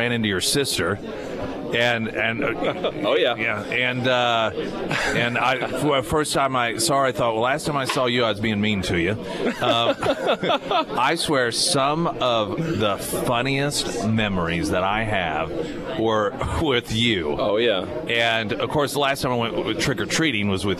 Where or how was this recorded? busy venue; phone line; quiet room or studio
busy venue